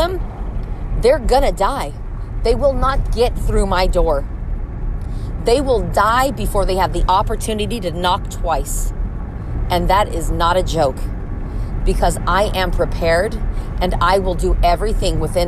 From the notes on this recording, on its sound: Me in my car